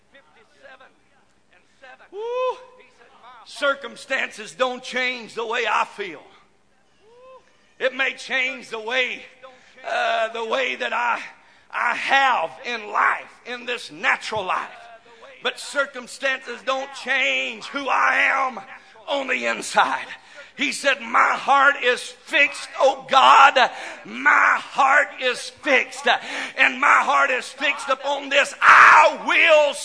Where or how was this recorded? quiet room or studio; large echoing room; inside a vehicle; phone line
large echoing room